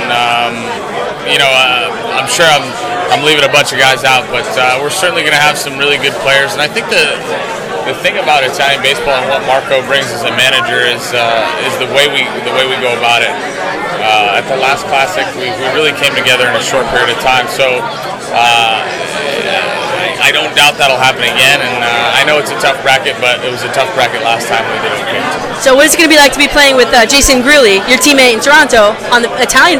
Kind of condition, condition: setting, busy venue